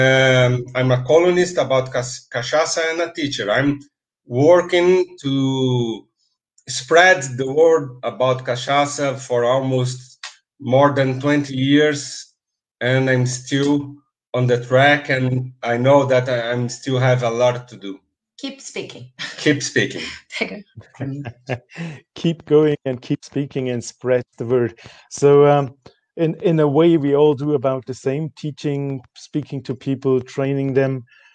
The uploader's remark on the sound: Unedited recording of our FB live